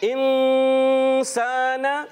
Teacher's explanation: انسان اخفاء غنہ کریں گے، ایک الف پھر سا حرف مدہ میں سے ایک الف کھینچیں گے